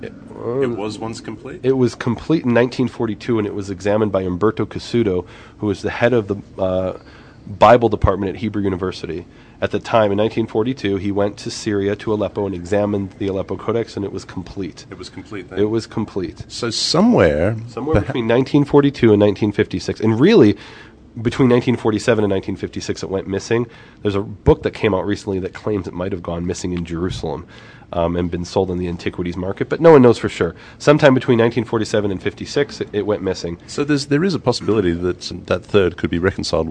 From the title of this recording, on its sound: Live from the Shrine of the Book